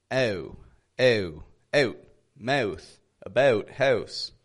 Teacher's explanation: a Canadian has the tongue raised up a little higher in the mouth when we say this.